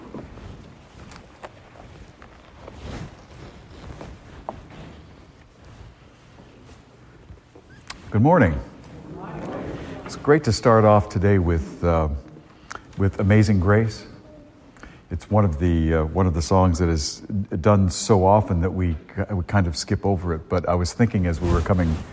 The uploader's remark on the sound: A homily delivered at Star of the Sea parish in Salisbury, Massachusetts